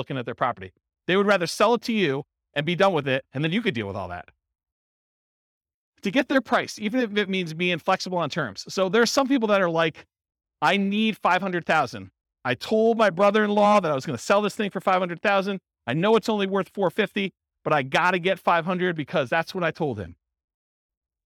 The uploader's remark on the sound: This was a live class recorded.